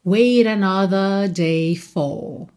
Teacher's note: Aqui a gente tem um rarara no T de wait para juntar wait another.